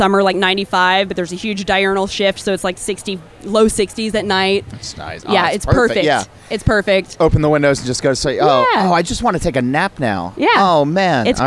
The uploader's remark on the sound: A conversation recorded last month at Funk Fest in Nashville, TN. A conversation recorded last month at Funk Fest in Nashville, TN.